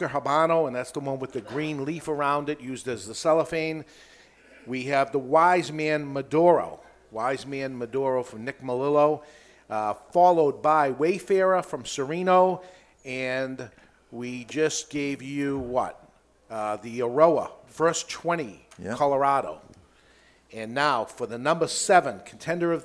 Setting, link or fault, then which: setting, live audience